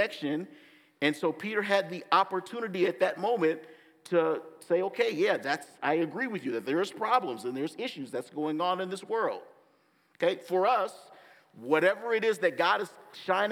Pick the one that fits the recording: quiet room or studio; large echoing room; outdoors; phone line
large echoing room